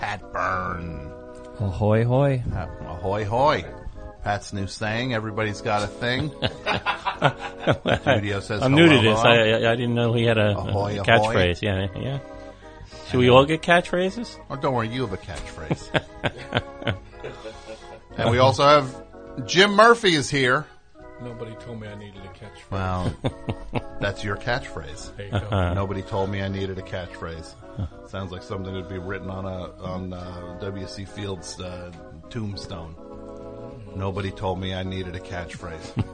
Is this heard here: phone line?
yes